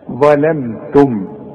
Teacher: الاول هفخم الضاء ولازم اطلع لساني فيها، لكن اللام والميم وبقيه الكلمه ارققها. ظلمتم، اوعى تقول لي ظلمتم، ظلم لا ظلم، إنكم ظلمتم، والتاء والميم مرققين.